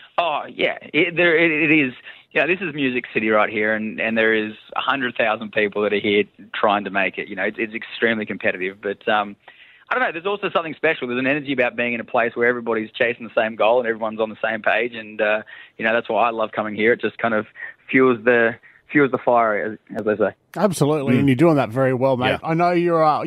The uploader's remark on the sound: On The Phone From Nashville